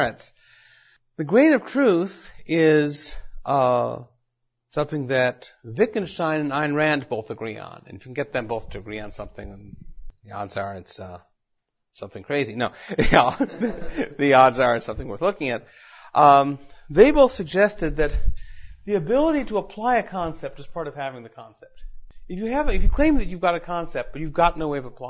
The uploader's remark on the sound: Recorded at Mises University 2010.